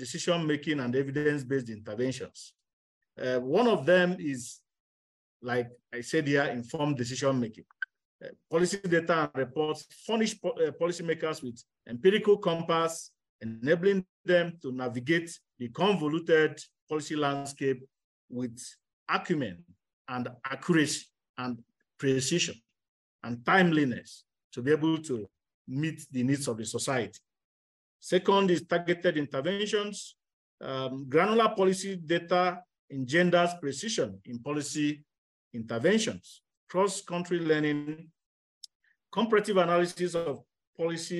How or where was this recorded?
video call